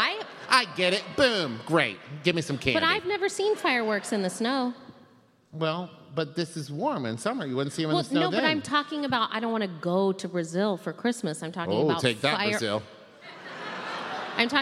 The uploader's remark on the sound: Live at Candlenights. This week it's our Candlenights Live episode.